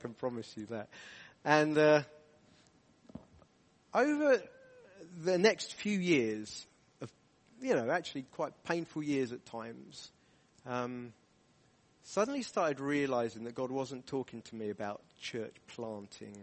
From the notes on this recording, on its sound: From the Deeper conference at Emmanuel Church Durham on Saturday 25th February, 2023.